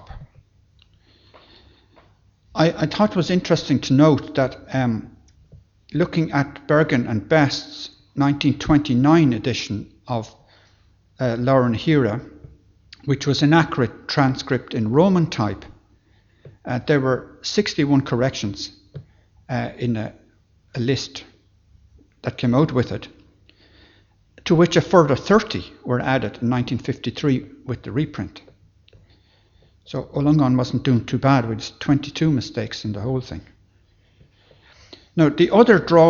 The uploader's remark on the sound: Library Lunchtime Lecture. Location: Academy House.